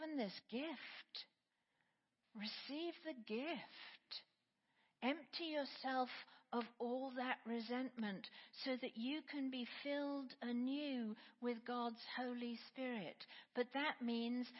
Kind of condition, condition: setting, large echoing room